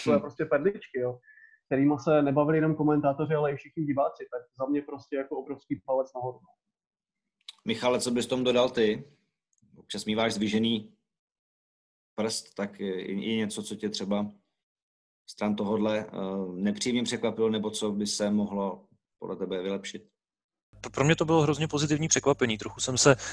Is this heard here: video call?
yes